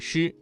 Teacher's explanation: 发音的要点是舌尖翘起，靠近硬腭后部，形成狭窄通道，气流通过时不形成完全的阻塞 · Term: 翘舌音